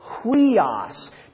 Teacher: What this is pronounced as is huios, because when there's a rough breathing, you add an H.